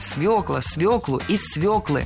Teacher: В этом слове должна быть «ё», и нельзя ее заменять, и переносить ударение на окончание тоже не следует.